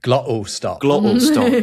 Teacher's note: It's this kind of a brief closure of your laryngeal folds in your mouth.